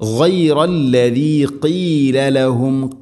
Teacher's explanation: ഗൈന് തൊണ്ടയുടെ മുഗൾ ഭാഗം, വെളിവാക്കി ഉച്ചരിക്കണം, മണിക്കാതെ വെളിവാക്കണം